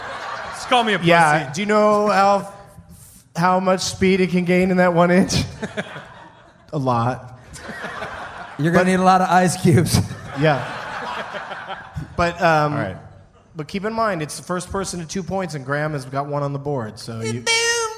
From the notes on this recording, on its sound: Recorded in front of 121 awesome peeps at Parlor Live in Bellevue, WA on August 15, 2010.